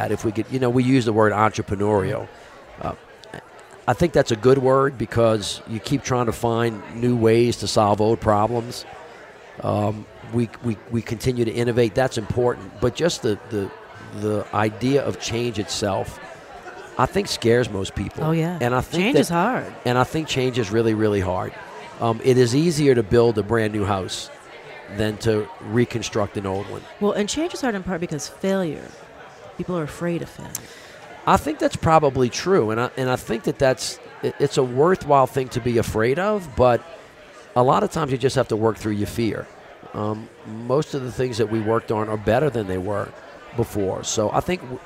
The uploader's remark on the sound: Both conversations are held at the Aspen Ideas Festival